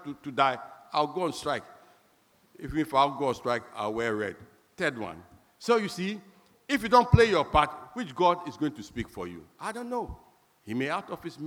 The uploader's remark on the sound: Sermon preached at CBC Shiashie Campus.